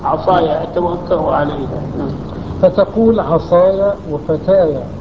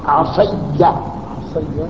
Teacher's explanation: وهذيل تقلب ألفه ياء وتدغمها بياء المتكلم وتفتح ياء المتكلم · Shown in: second take · فتقول عصايا، ومنه قوله فتقول عصيا عصيا مع ضم الياء بياء